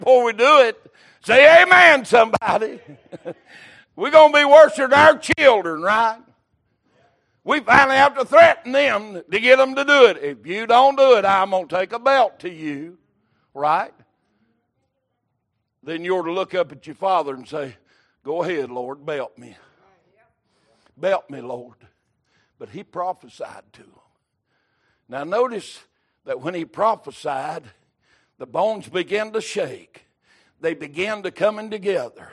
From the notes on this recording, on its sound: Recorded March 26, 2023 - Sunday Evening Service